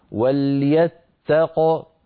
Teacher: لو وقفنا على وليتق أيضا نقف بقاف ساكنة مقلقلة هكذا وليتق.